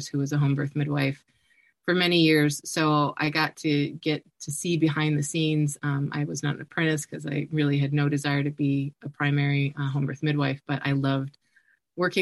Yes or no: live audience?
no